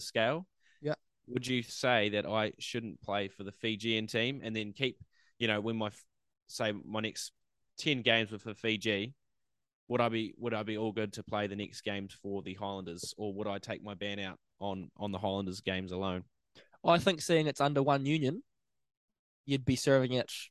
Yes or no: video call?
yes